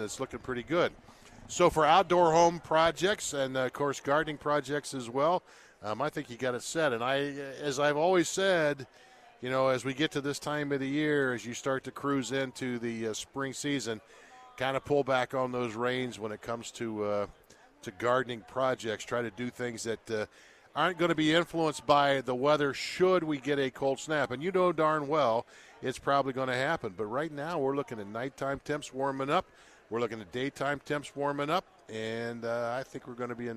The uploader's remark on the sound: live from the Home and Garden Show